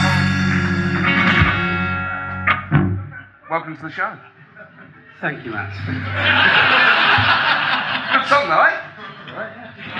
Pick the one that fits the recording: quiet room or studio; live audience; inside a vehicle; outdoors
live audience